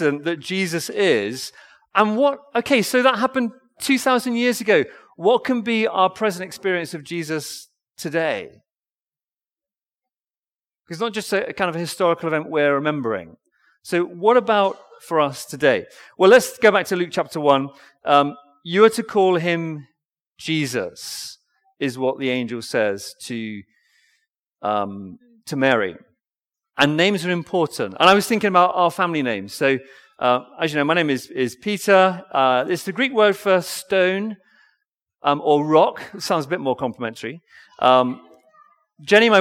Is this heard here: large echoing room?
yes